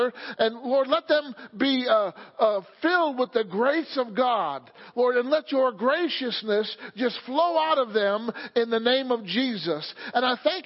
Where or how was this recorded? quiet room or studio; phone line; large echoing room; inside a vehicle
large echoing room